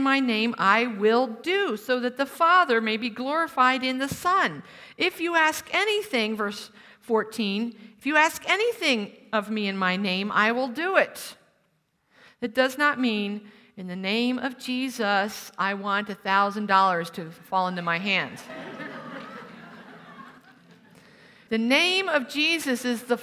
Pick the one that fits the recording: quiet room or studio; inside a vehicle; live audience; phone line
live audience